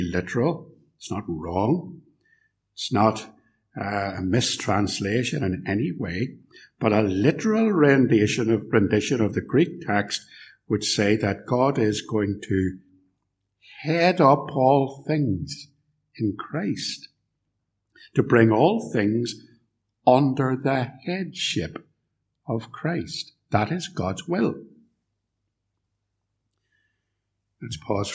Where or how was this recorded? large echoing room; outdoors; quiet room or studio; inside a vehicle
large echoing room